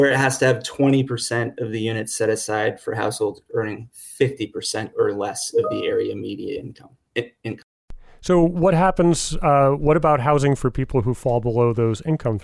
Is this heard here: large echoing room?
no